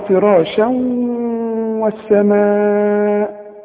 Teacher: الواو مفتوح لكن عند النطق كأنها مشددة · Term: إدغام